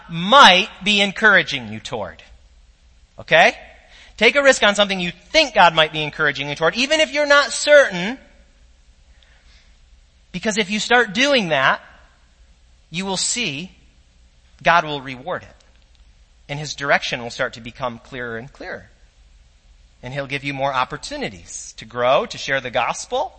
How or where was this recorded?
large echoing room